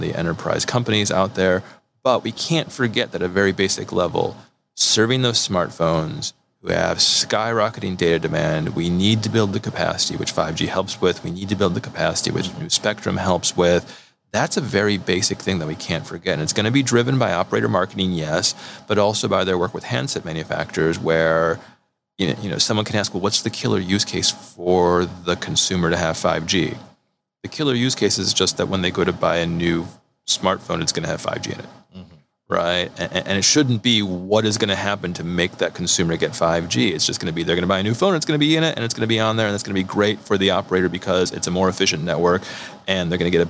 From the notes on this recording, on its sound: Recording straight from the Mobile World Congress in Los Angeles. First-ever, face-to-face edition of the podcast.